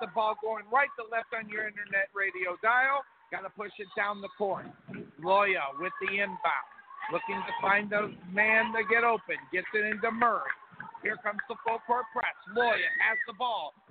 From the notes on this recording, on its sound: Live Play-by-Play Texas HS Basketball.